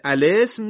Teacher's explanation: ملاحظه می فهمید در حین وصل به کلمه ما قبل فقط به صورت بئس الاسم با کسره لام و حذف همزه وصل خونده شده، اما در صورت ابتدا در خواندن این کلمه ما دو وجه داریم. وجه اول الاسم یعنی همزه الف لام با فتحه خونده بشه و همزه دوم هم حذف بشه و وجه دوم لسم.